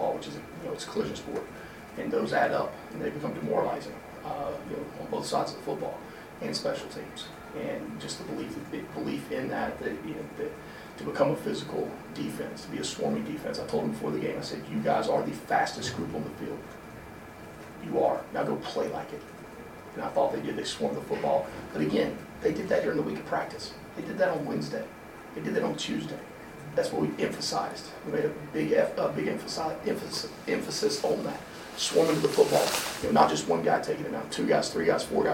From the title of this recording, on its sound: Postgame Press Conference